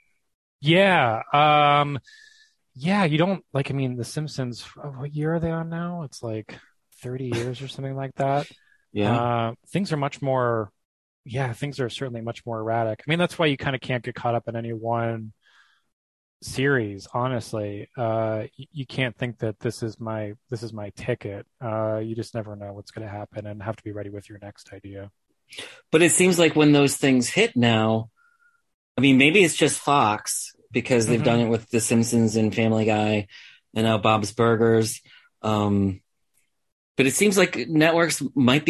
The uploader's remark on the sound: He joined me over Zoom